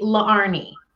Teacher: my name really has a pause in between the two A's